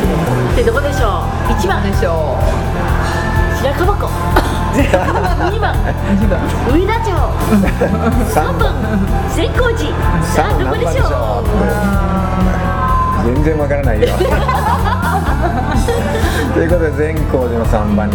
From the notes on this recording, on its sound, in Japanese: モスバーガー店内で対談収録。